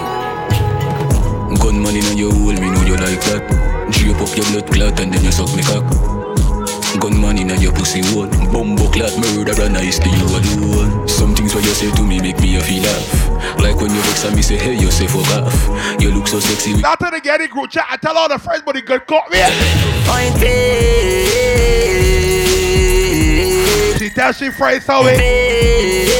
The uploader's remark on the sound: LIVE AUDIO FROM UNCENSORED The Cruise